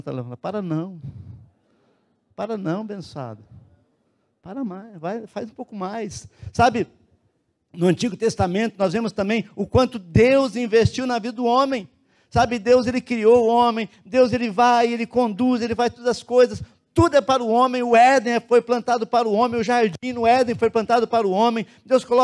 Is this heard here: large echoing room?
yes